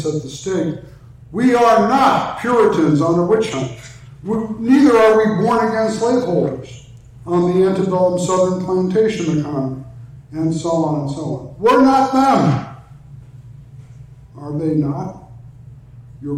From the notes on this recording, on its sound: talk for the NALC Atlantic Mission Region's theological conference